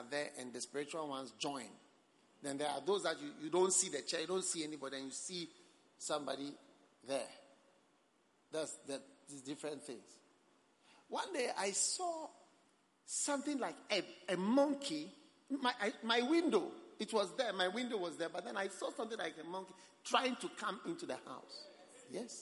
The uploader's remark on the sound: Preached at the Prophetic Encounter Service